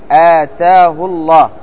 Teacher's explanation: حالات هاء الضمير: أولا أن تقع بين ساكنين مثل آتاه الله، في هذه الحالة تقصر الهاء أي عدم صلتها للتخلص من التقاء الساكنين